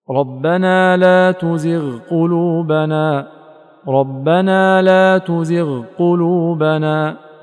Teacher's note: ينبغي أن تكون الغين في مرتبة أدنى من مرتبتها في الضم، فالغين أقوى ما تكون في التفخيم غ، وبعدها غو، وبعدها إغ، فلا يقال إغو، لأنك لو قلت إغو جعلتها كغا إغ، ولا يقال إغ بترقيق مطلق لتجعلها كغي إغ، فتكون أعلى قليلا من هذه المرتبة إغ.